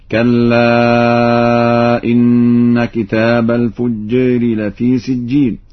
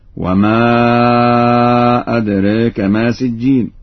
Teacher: قرأ ورش بتقليل الألف ذات الياء وذات الراء